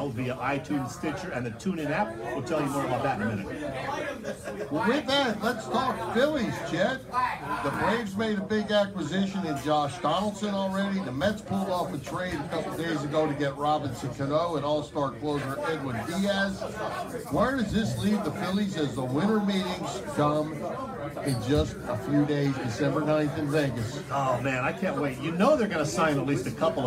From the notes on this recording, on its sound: Thanks much to the gang at the Red Lantern for having us